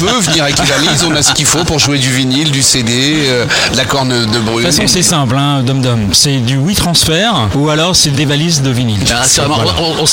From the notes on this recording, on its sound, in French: Podcast En direct du Dock B à Pantin.